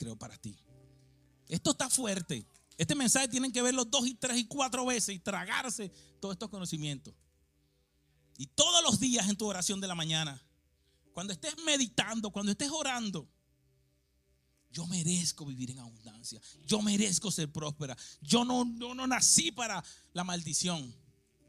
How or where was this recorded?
large echoing room